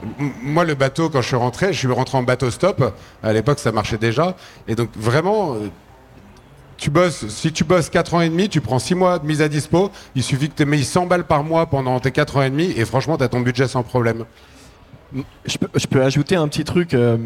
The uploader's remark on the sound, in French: Cet épisode est un échange entre voyageurs, contemplatifs de l’âme avec un public avide de nature et de dépaysement. On s’est retrouvé autour d’une table sur la scène du Think Tank.